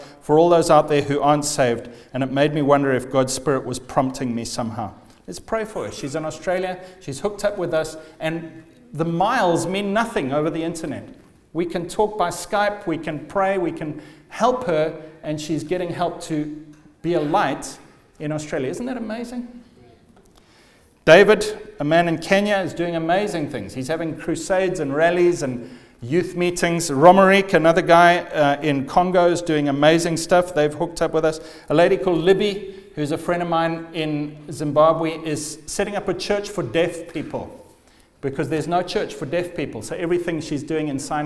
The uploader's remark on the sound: The first night of the Leading Lights Network Conference 2015.